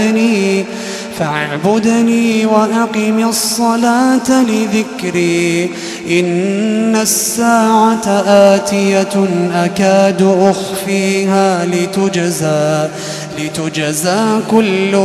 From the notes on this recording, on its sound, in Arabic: تسجيلات من صلاة التراويح لشهر رمضان عام 2016.